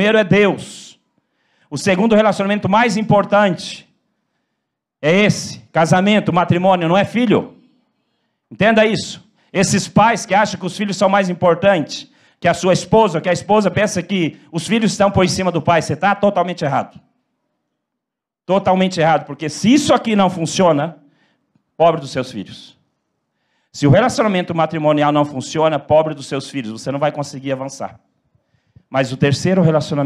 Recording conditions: large echoing room